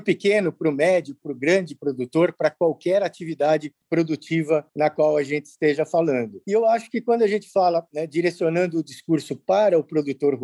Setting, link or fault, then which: link, video call